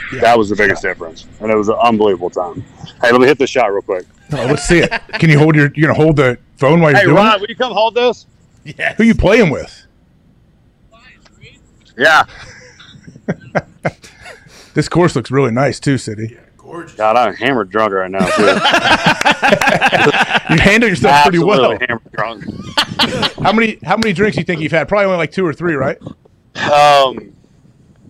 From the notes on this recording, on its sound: LIVE from Atlanta. Joins the show from the golf course.